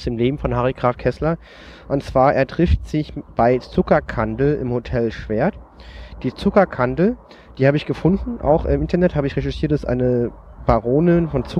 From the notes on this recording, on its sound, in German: Wir verlassen unser Domizil und wagen uns in die Natur, um aufzunehmen. Wind, Flugzeuge und Hubschrauber wollten unbedingt auf der Aufnahme dabei sein.